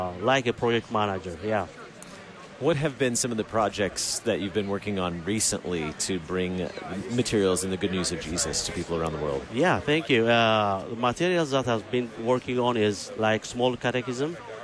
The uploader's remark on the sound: Live from the LCMS National Youth Gathering